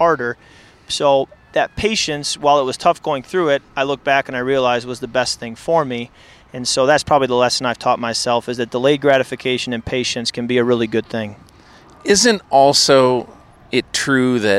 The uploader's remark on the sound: Live from Opening Night. A live game podcast--from the parking lot, the field, the press box and the locker rooms.